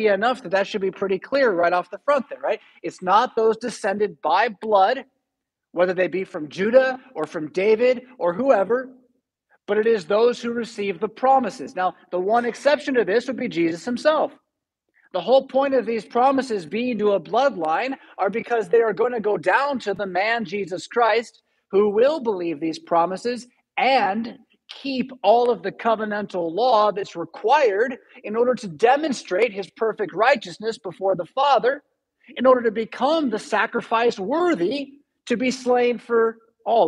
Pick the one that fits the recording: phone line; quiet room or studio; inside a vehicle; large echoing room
large echoing room